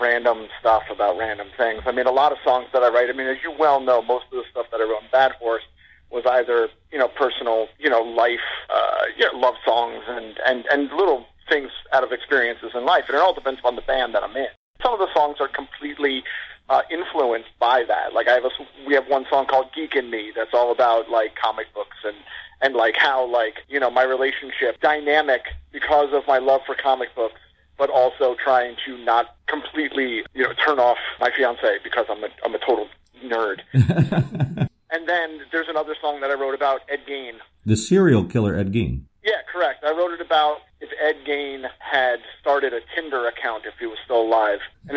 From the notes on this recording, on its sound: The show's first ever phone interview.